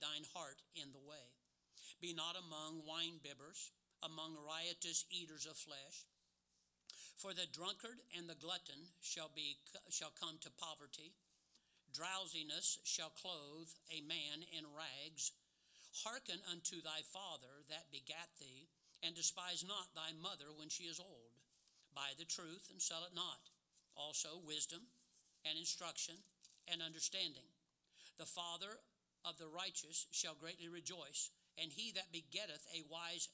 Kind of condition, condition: setting, large echoing room